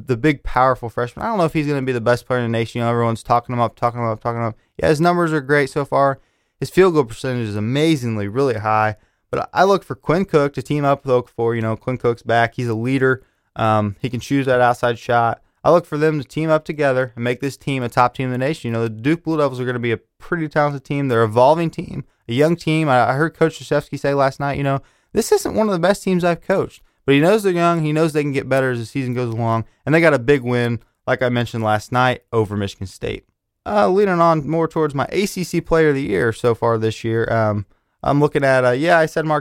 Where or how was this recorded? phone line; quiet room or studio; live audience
quiet room or studio